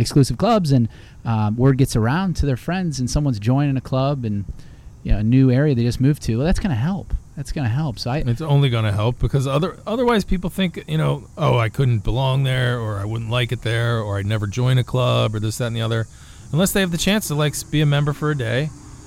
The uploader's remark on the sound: At Downer’s Grove Golf Club for our first live podcast after a fun round at the site of America’s first 18-hole golf course.